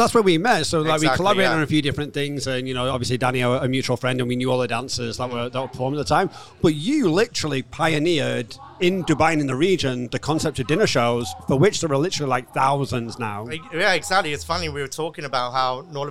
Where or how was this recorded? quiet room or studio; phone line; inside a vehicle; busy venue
busy venue